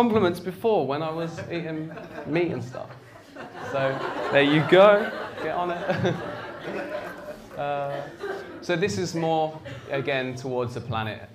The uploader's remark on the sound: This talk is from the Vevolution archives and was recorded at Vevolution Topics: Health and Wellbeing in 2017.